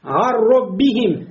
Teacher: Когда мы сказали «гарроббихим», здесь нету гунны, потому что нун полностью вошел в ро и ро удвоилось. · Term: идгом